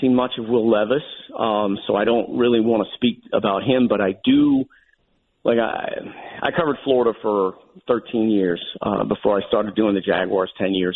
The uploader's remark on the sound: calls in to the show